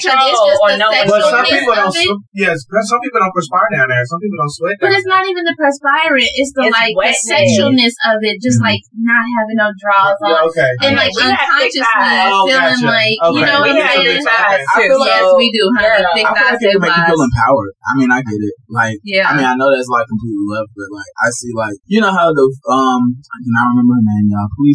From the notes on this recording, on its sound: This episode had some technical difficulties with the sound. WOPV Entertainment podcast recording studio here in Atlanta.